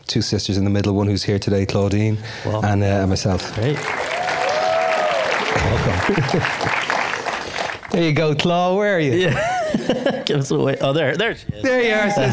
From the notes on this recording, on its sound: In front of an audience at Chapman University.